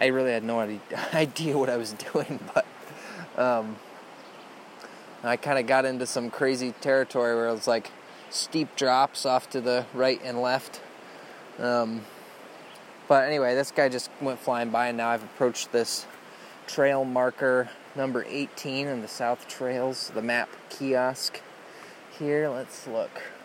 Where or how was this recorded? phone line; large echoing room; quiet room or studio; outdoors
outdoors